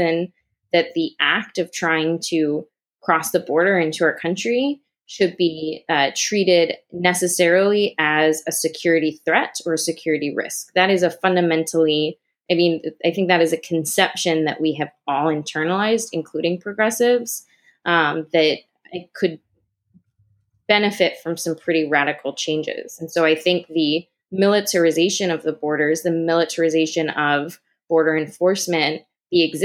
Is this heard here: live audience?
no